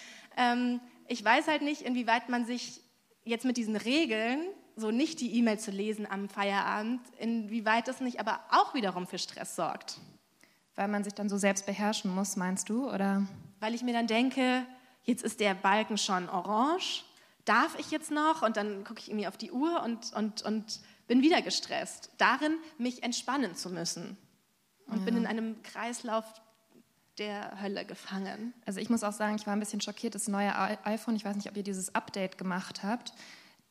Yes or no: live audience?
yes